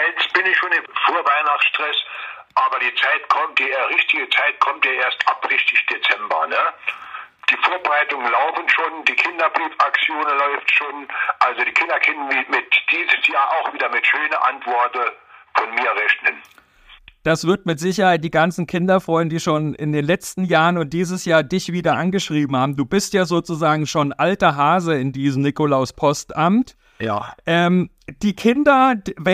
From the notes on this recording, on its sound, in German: Live am PostCast-Telefon. Holt den Mann aus dem saarländischen Nikolauspostamt in St.Nikolaus sogar live ans Telefon.